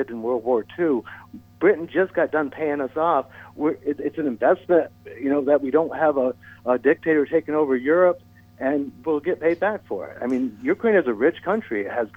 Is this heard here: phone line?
yes